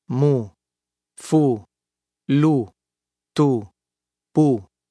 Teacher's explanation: Pronounced like the U in rule, but short and tense.